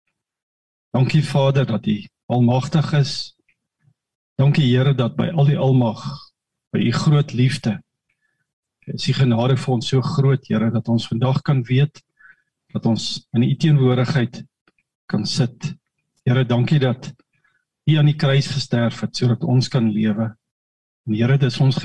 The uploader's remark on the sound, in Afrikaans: Manne van die Woord Zoom Byeenkoms.